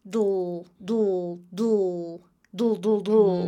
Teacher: There's no vowel between the D and L. · Term: consonant cluster